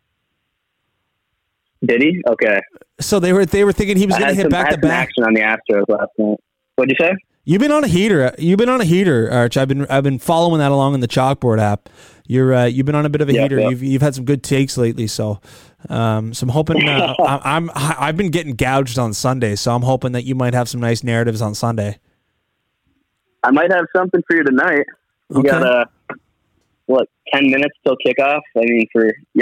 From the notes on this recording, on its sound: The second half is a couple callers from the audience